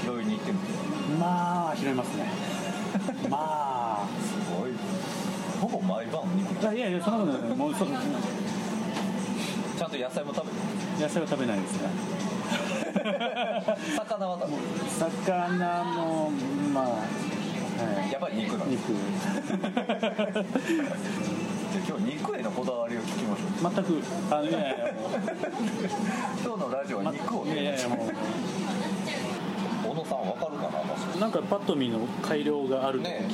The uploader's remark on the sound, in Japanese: 文具焼肉会でラジオ収録